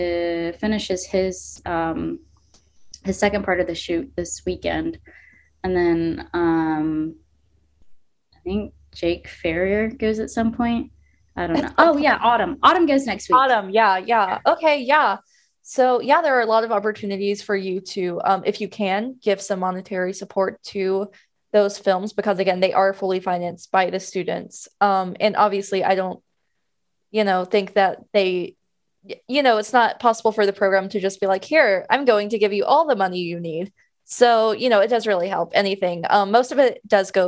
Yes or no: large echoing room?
no